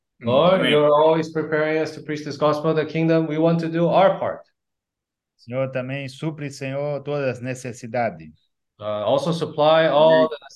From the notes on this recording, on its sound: zoom meeting